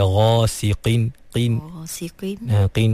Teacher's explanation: Qaf tu baris bawah. Jadi, walaupun qaf tu baris bawah, dia duduk di martabat tafkhim yang paling rendah, tapi tak bermakna qaf tu menjadi nipis, sampai bertukar menjadi kaf. Jadi, jangan baca ghasiqin.